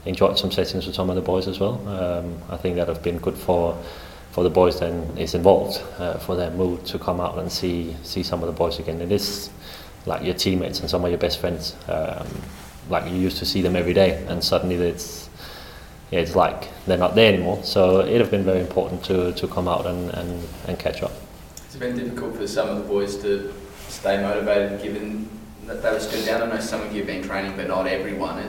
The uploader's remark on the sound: Press Conference. Spoke to the media at Coopers Stadium today.